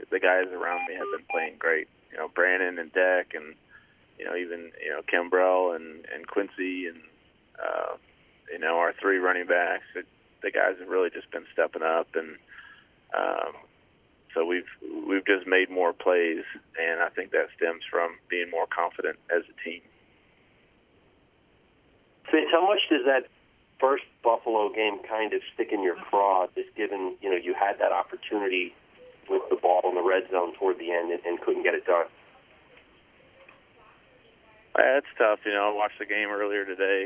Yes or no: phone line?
yes